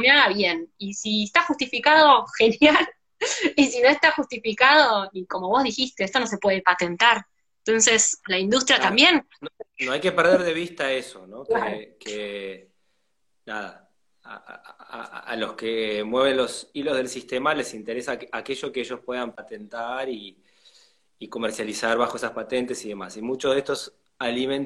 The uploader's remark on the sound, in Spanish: Audio de la charla en VIVO por Instagram